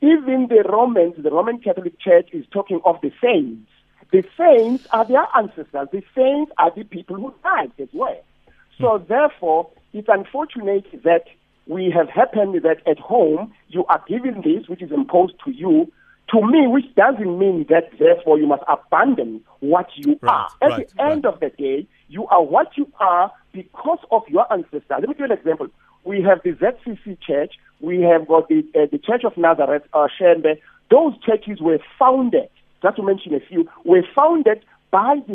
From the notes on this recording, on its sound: PHONE INTERVIEWEE. Pietermaritzburg.